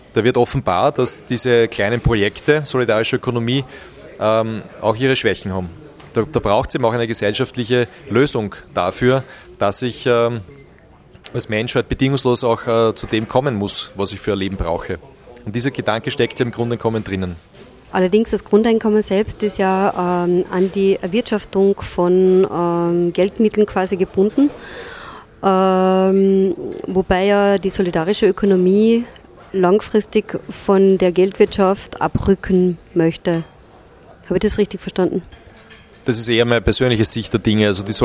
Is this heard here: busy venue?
yes